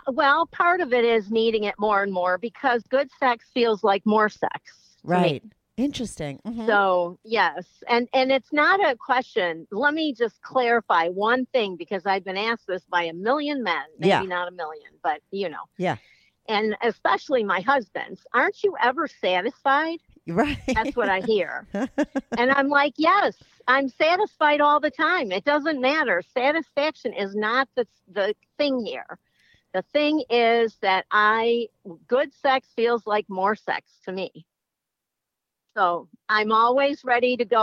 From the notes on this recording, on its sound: They called in to talk all about it.